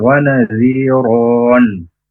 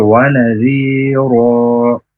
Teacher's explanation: Tapi N-nya ketika wakuf itu tidak dibaca. · Shown in: second take · Menjadi wana zi ro.